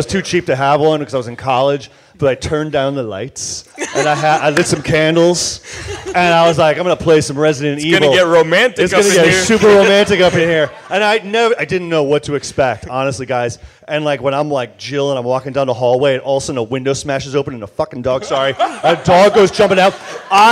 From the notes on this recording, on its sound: At Stan Lee's Comikaze Expo 2014! Geekscape put together a panel of horror and zombie experts.